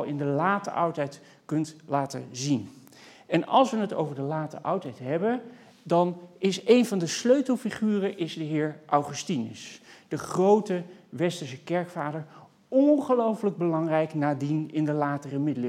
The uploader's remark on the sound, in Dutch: Bij tentoonstelling Body Language. Deze lezing is opgenomen in Museum Catharijneconvent op 20 oktober 2020.